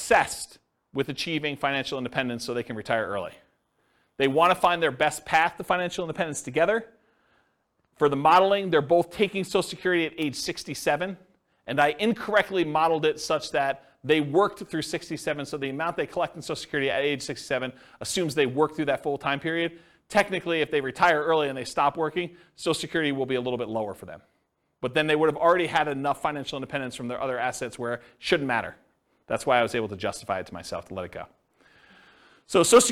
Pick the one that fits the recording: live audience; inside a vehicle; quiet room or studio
live audience